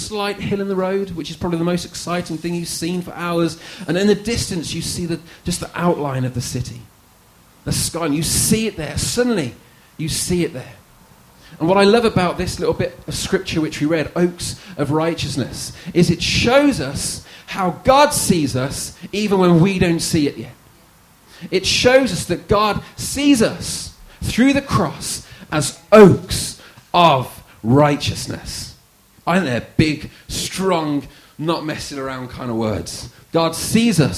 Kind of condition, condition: setting, large echoing room